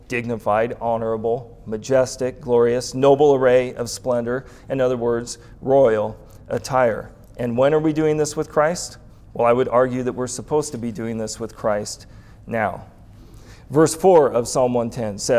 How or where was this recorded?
live audience